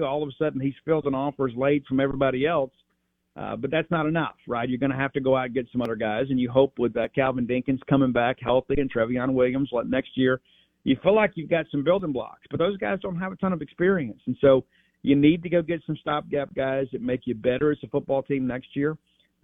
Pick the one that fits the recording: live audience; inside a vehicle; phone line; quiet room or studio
phone line